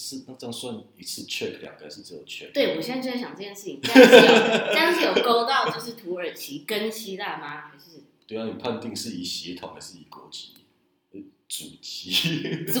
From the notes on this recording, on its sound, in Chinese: 首集音質不佳。風和日麗的午後。